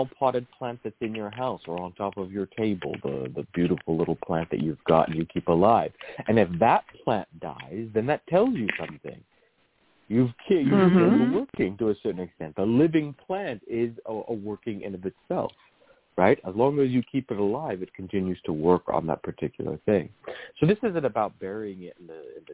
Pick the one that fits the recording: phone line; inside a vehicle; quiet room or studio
phone line